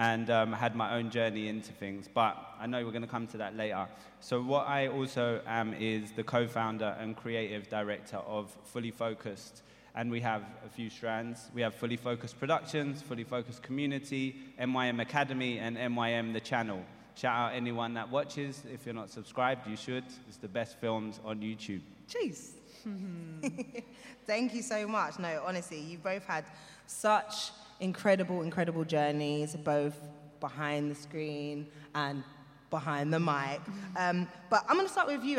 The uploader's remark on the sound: SPECIAL EDITION LIVE from The New Voice Awards Amplify. Special edition live recording of The Mainstream Podcast at the TV Foundations New Voice Awards Amplify event.